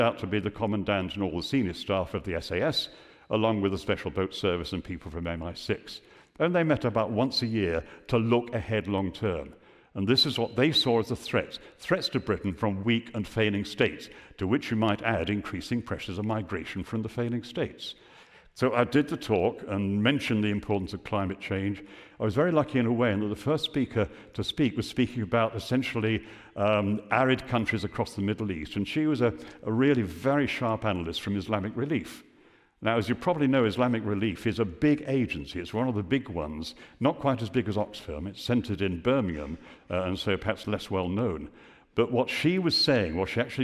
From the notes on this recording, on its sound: Recorded live at the 2023 Bradford Literature Festival.